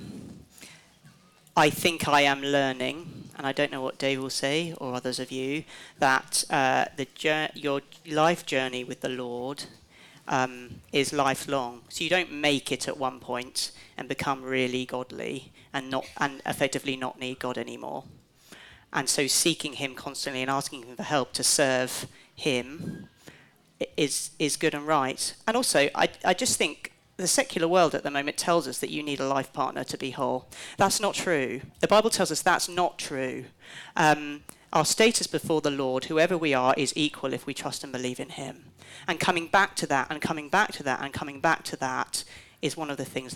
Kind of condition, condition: setting, live audience